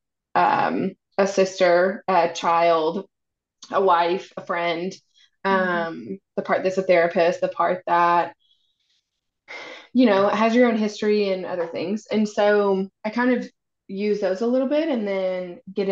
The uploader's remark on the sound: If you hate the quality of the sound, don't worry, so do we!